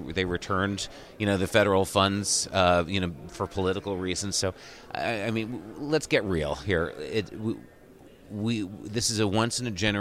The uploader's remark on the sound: joined live from Broadband Communities